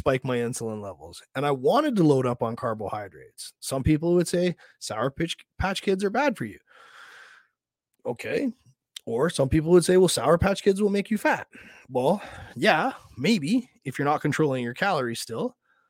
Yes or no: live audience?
no